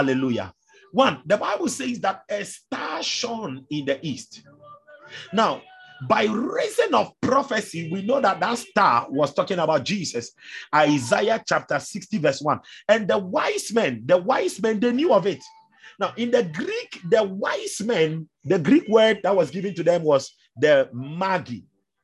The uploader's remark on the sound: ZOOM SESSION.